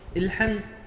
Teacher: نطق الألف همزا مكسورة